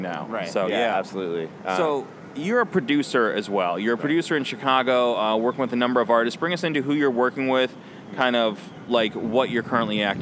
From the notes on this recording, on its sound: Recorded at SXSW 2016